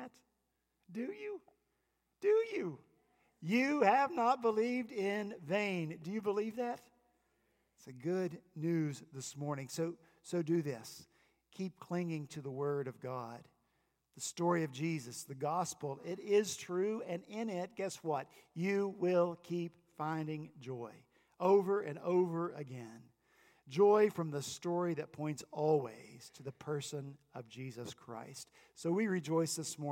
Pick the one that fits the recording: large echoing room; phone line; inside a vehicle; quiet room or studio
large echoing room